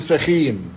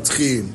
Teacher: إن صوت الثاء تحول في العامية المصرية إلى تاء · Shown in: second take · فنحن نقول مثلا ثلاثة بدلا من ثلاثة، ونقول توم، ونقول تلت، ونقول تعلب، ونقول تعبان إلى آخره.